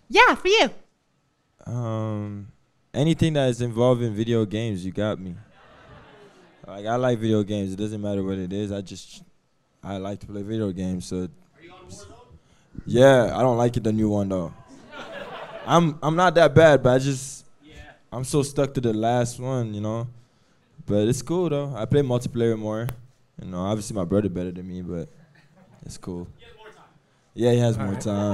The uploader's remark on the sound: Who invited Hustle Play to record at their live show this week.